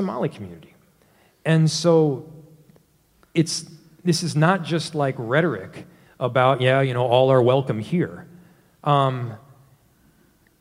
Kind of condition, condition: setting, live audience